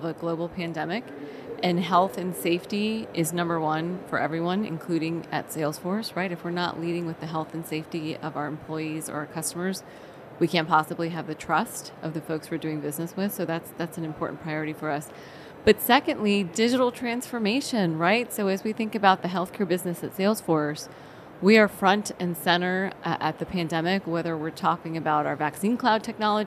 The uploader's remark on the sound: live from the floor of the HLTH conference